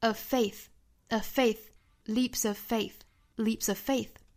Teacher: of 这个 v 省读，因为后面 faith 这个 f 同样是一个咬下唇的 f 的发音，所以说口型相同，我们只取一个